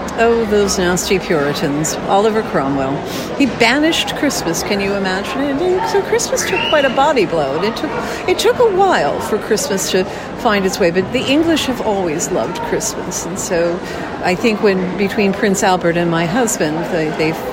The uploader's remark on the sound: 2022 Season Kickoff from the Great Dickens Christmas Fair. A return to a beloved Bay Area tradition.